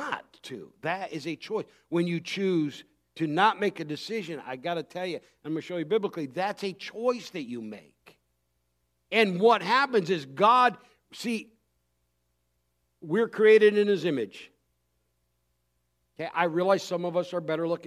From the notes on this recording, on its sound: Recorded Christmas Eve service on December 24th, 2023